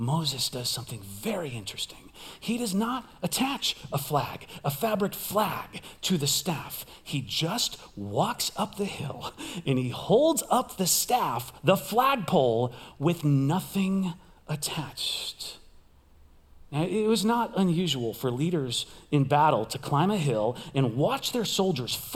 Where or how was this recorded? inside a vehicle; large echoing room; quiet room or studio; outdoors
large echoing room